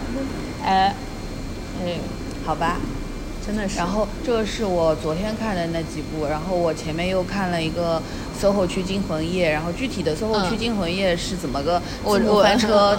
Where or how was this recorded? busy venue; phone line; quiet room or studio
busy venue